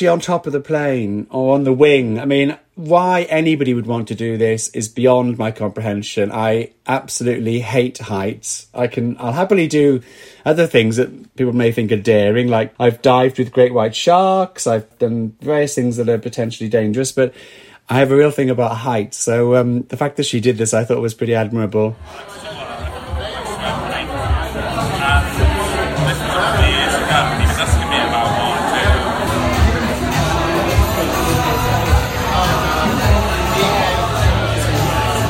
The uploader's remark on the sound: Recorded at the RVT (Royal Vauxhall Tavern)